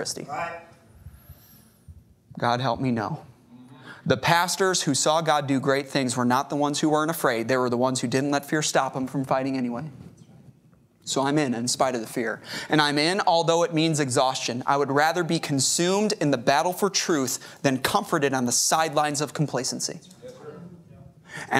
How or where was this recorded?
large echoing room